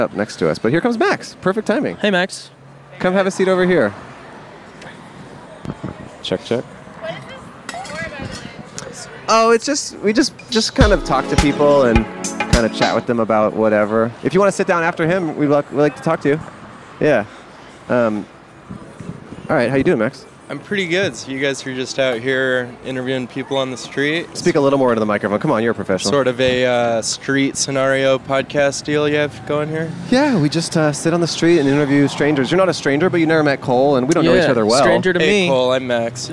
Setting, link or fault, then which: setting, outdoors